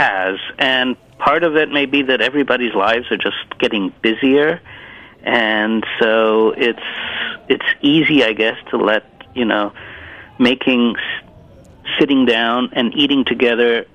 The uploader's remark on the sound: is on the phone